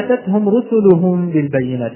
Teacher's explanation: لدينا تاء متحركة وهذه فيها صفة الهمس ولكنها متحركة فتكون واضحة